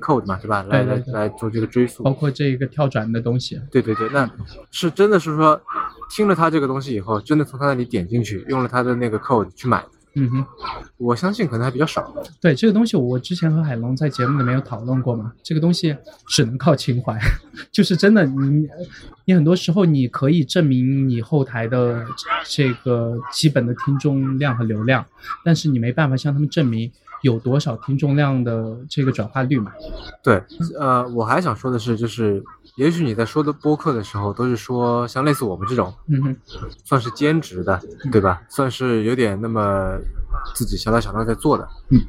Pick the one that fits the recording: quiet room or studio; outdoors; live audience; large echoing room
outdoors